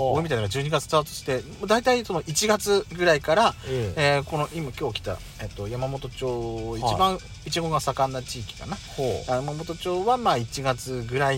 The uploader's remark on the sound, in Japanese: パーキング収録